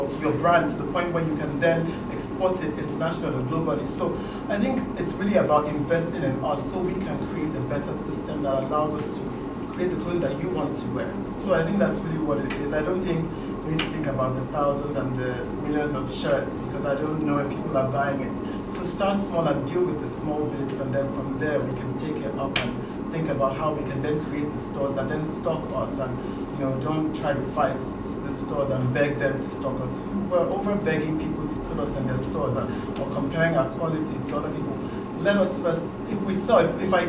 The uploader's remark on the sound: audio from The Folklore's sold-out New York Fashion Week panel discussion hosted last month at the Museum of Contemporary Diasporan Arts in Brooklyn, New York.